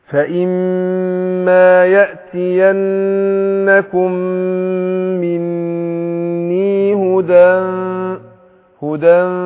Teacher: كل غنى حركتين بخف النون في نفسها وبعدين اجهز للايه للمخرج الفاء بطن الشفة السفلى مع الثناء العليا